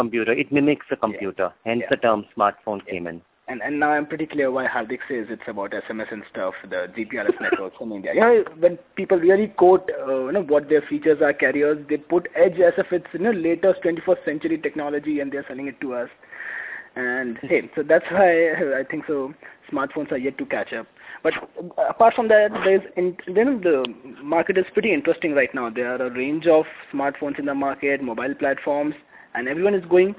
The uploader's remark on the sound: Joining me on call. Hosting the podcast call on their platf.